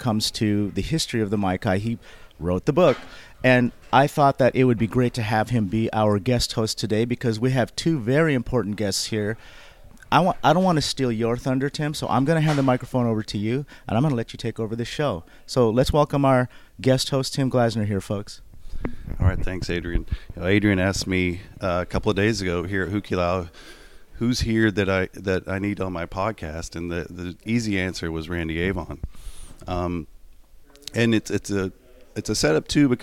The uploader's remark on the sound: we recorded this episode from The Hukilau in Fort Lauderdale, Florida